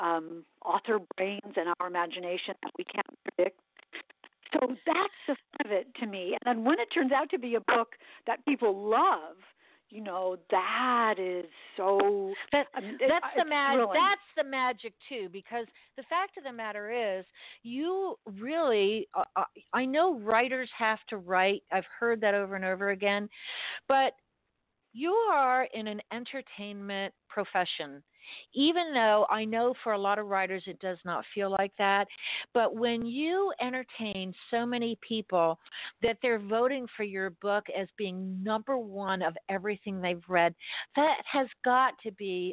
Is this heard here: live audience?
no